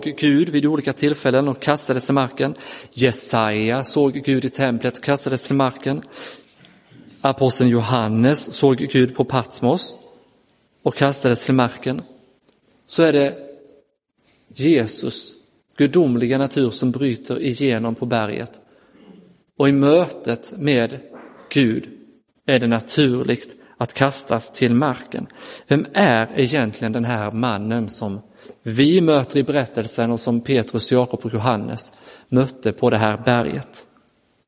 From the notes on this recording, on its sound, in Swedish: Inspelad i Roseniuskyrkan den 14 augusti 2022.